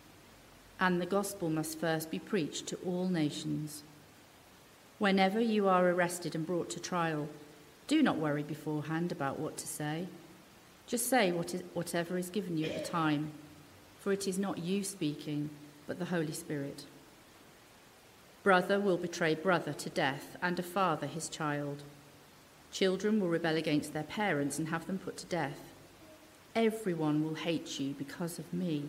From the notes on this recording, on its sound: He preached at Pembury Baptist Church on 3rd December 2023.